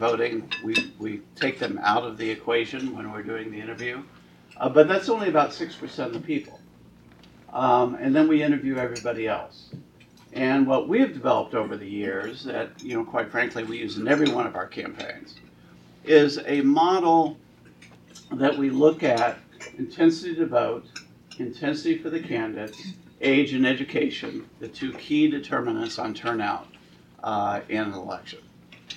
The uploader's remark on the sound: WASHINGTON, DC. The Ripon Society hosted a luncheon discussion.